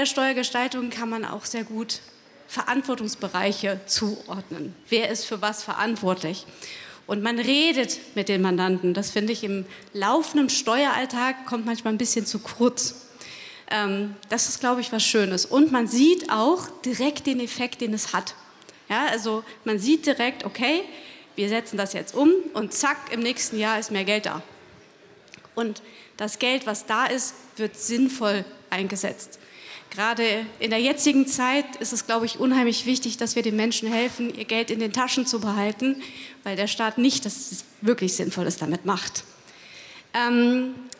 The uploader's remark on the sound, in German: Außerdem nahm er an einer Podiumsdiskussion teil, die dieses Thema weiter vertiefte. Aus diesem Anlass stellen wir hier einen Mitschnitt dieser Diskussion zur Verfügung.